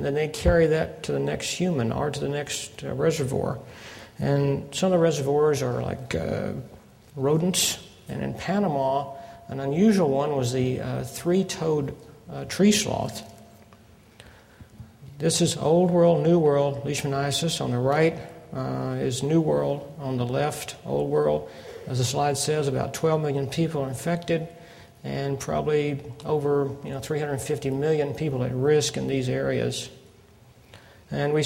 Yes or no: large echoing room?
yes